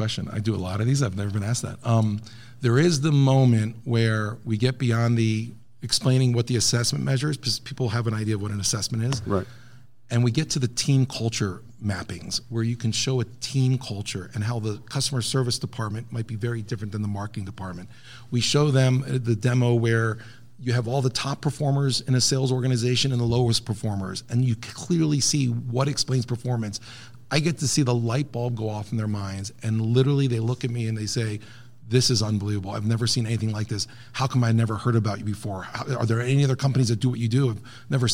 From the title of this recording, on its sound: Live from SHRM Talent